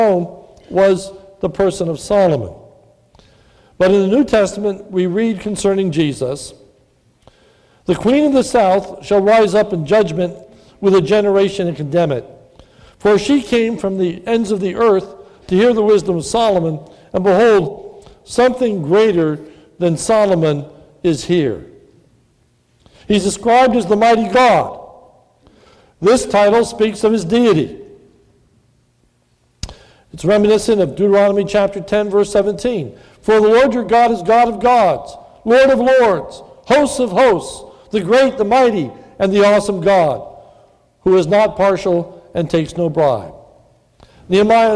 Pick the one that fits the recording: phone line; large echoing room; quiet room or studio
large echoing room